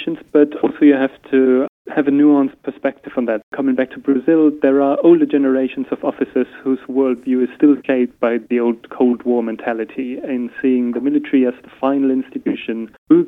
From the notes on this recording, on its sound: joined by phone from Hamburg, Germany